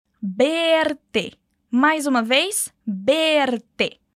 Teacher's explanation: em espanhol não existe o som do V como em ver. Então, para dizer ver você em espanhol, a gente diz berte, com o um som de B, um pouco mais marcado.